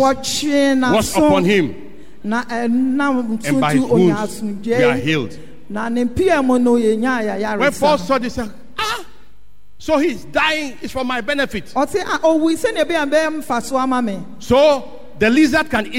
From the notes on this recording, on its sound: Sermon preached at CBC Adabraka/Shiashie Campuses.